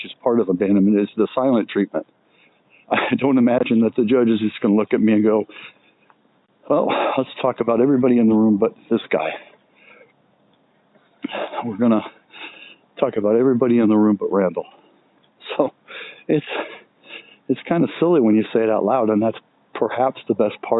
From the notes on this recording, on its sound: Let's take a walk and talk